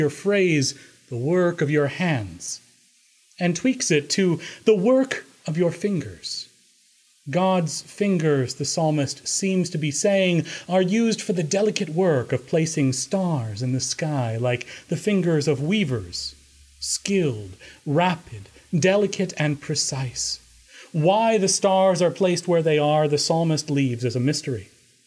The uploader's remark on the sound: Recorded Oct 2, 2016 at Trinity Presbyterian Church in Bixby, Oklahoma